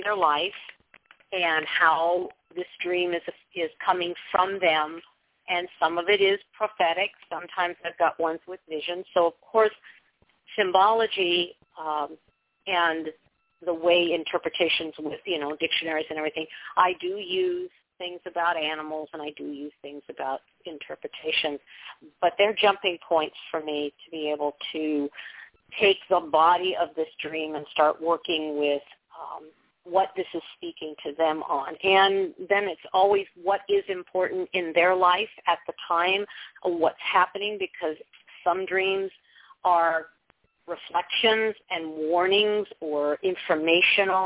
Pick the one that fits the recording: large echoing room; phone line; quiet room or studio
phone line